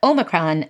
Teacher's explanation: the second vowel is the shorter monophthong, eh, and it's not stressed